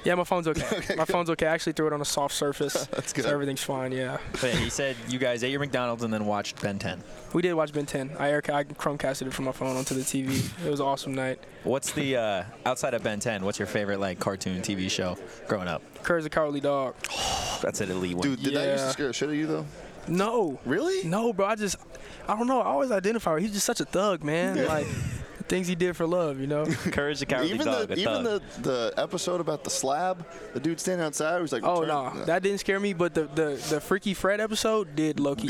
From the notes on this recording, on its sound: Live from Pac-12 media day.